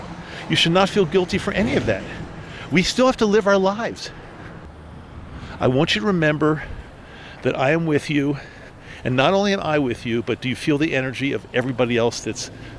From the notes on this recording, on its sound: This is a SPECIAL EPISODE – recorded outside while walking hence the breathing!